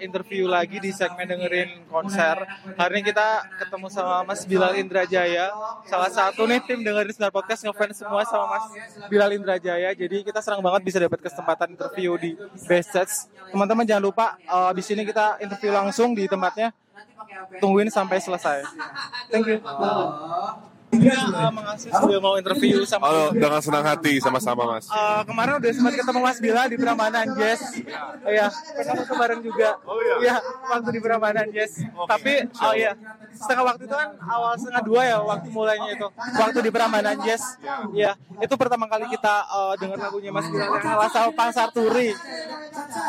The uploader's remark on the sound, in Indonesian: Eksklusif Interview From Backstage Land Of Leisure